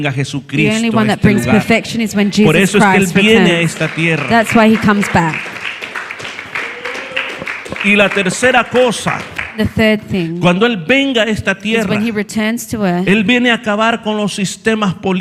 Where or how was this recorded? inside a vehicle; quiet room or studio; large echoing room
large echoing room